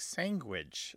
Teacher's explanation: What it is they substitute those three sounds with the closest sounds that they have in their native phonetic inventory. And it's what's called a velar nasal stop, which makes the word come out like sanguage. So it's a very nasalized, almost NG.